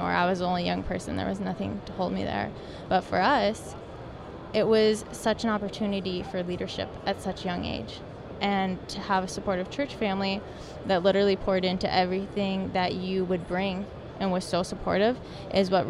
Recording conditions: busy venue